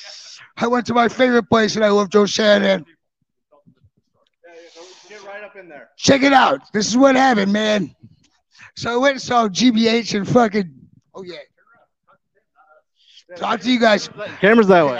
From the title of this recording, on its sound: SCR Live From Motoblot